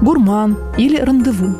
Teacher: французские слова утеряли свой «прононс», то есть произношение носовых звуков